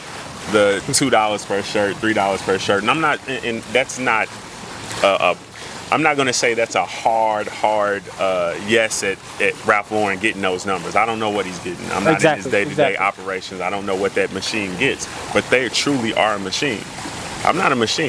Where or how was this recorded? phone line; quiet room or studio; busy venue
busy venue